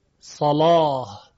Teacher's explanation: مانند کلمه صلات، در کلمه صلات صاد بعدش یک لام قرار گرفته که مفتوح هست، صاله. خب حالا در روایت ورش مصری این لام تفخیم یا تقلیز می شود